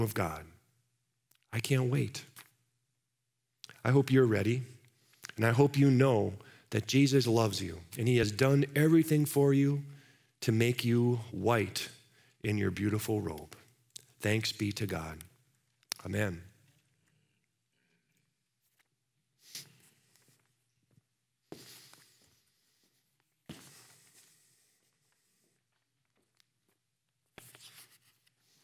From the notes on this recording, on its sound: Live from our Celebration Ministry Center